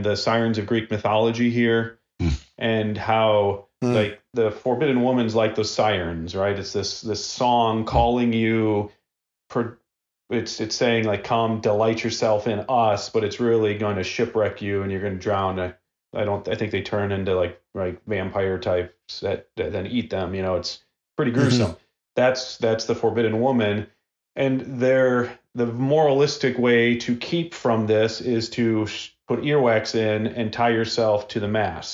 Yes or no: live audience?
no